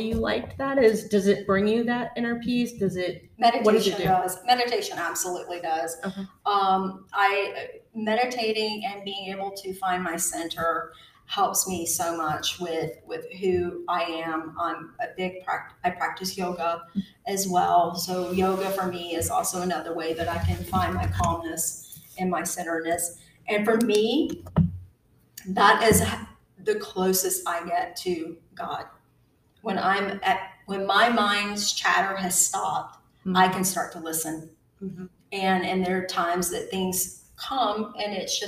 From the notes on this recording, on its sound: Recorded LIVE and in person from John's Creek Books and Gifts in John's Creek, GA